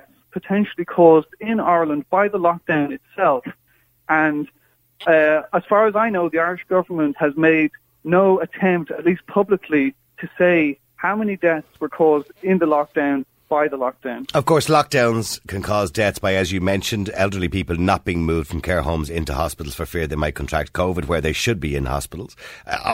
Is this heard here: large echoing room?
no